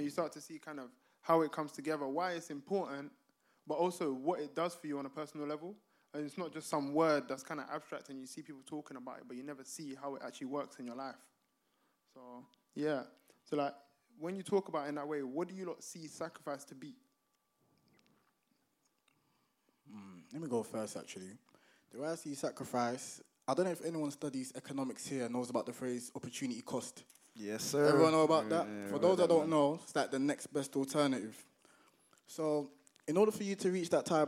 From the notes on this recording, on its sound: this episode is the footage from our very first live show!